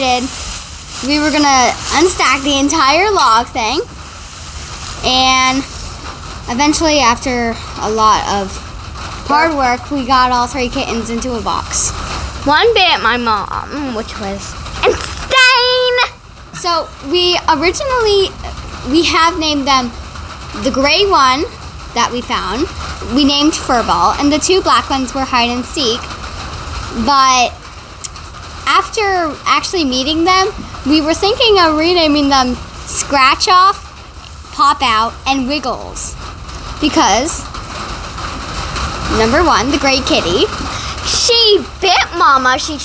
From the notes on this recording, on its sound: The sound quality is compromised since we were in the barn and it was raining on the metal roof. You will also hear donkeys braying for attention.